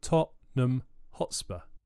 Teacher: In Tottenham Hotspur, the N is swallowed. · Term: swallowed syllable